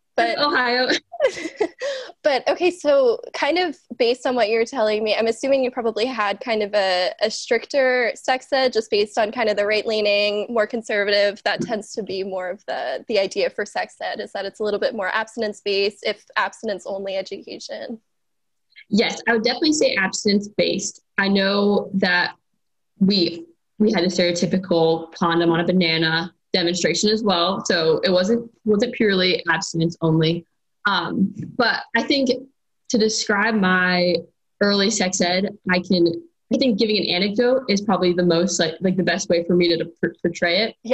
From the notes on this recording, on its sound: This episode was recorded remotely via Zoom for safety during the pandemic, so there might be inconsistencies in the sound.